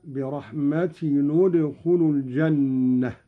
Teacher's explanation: قرأ قالون بضم أولى الساكنين، وهو تنوين التاء، هكذا: برحمة ندخل الجنة.